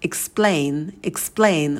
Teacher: И на «п» мы не добавляем при дыхании, потому что «п» идет после «с». Explain, explain будет без выдоха.